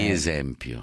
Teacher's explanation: vedi la parola esempio, la seconda E aperta